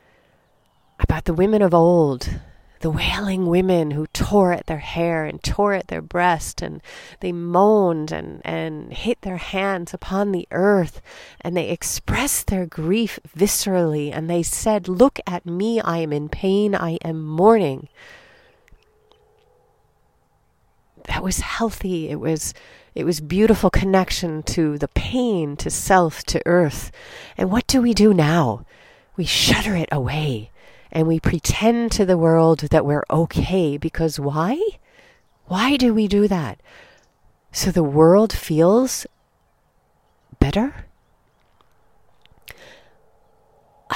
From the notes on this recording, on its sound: Recorded 'mom style' (no frills, just me, a mic and the Hawaiian rainforest).